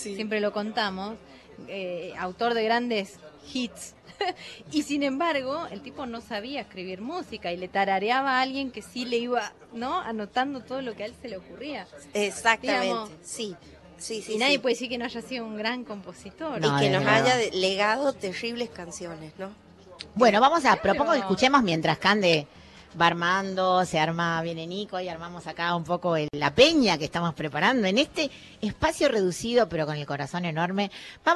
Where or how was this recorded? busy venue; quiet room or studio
busy venue